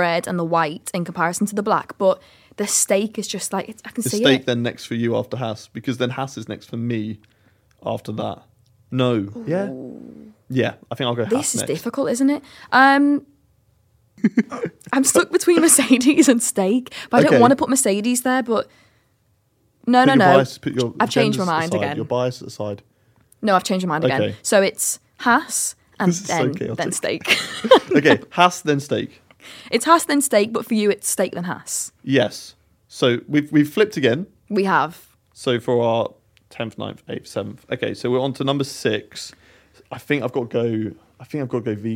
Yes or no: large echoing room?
no